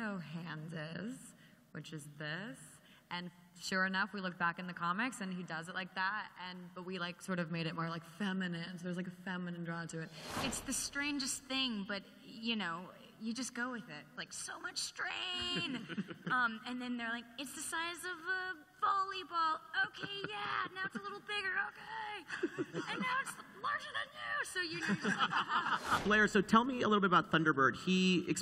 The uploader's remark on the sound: THE GIFTED Panel At Comic-Con 2017.